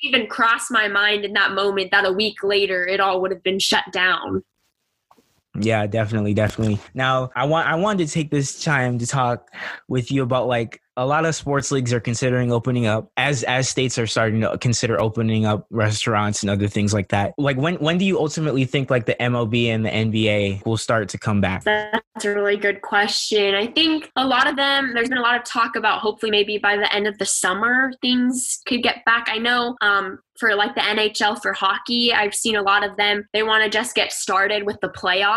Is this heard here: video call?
yes